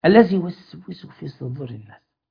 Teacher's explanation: عارف السين من الحروف الايه اللي نسميها المهموسة، مهموسة ضعيفة الخفيفة